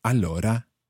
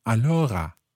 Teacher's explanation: you sometimes find that the R sound becomes a little more like a French R · Shown in: second take · like a R. So instead of allora, sometimes you hear allora.